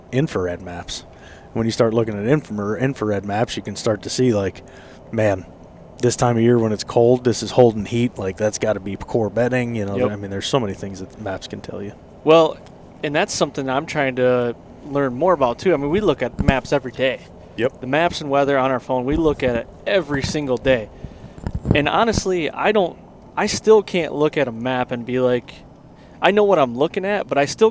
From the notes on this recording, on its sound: Recorded in the truck on the way to Ohio to kickoff the season.